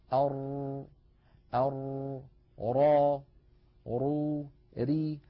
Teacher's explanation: ليس انحباسا كاملا كانحباس النون، وليس جريانا كاملا · Term: الراء